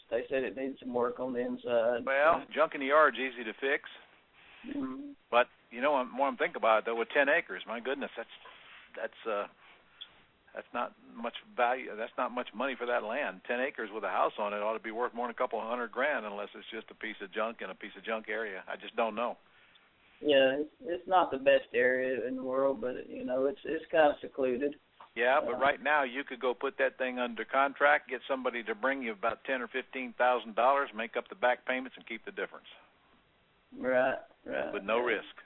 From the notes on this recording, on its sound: Q&A Call